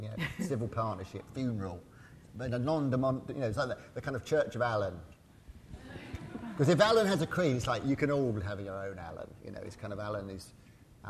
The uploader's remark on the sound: Originally hosted by Severnside Institute for Psychotherapy, in partnership with The Bridge Foundation and Rowan Arts, Connecting Conversations is a series of events. A recording of a Connecting Conversations event.